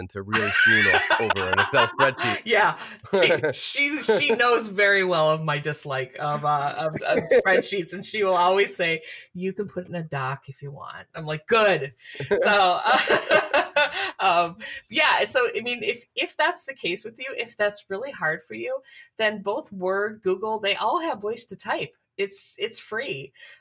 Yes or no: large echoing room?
no